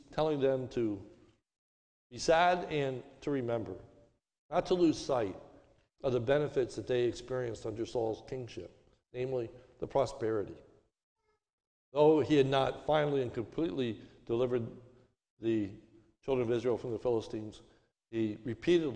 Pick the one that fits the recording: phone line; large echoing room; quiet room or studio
large echoing room